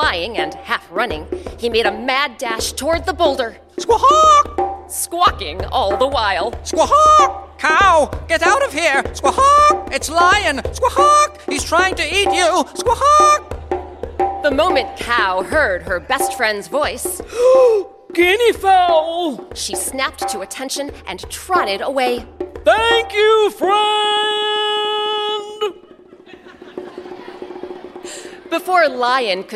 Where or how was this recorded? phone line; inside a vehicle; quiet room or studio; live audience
live audience